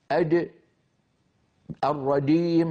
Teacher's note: أج أج، لا يجري الصوت عند نطق الجيم، هذه جيم عامية، ولا يغير مكان الجيم بالتقديم إلى الأمام باستعمال منطقة أمام وسط اللسان وهي منطقة الدال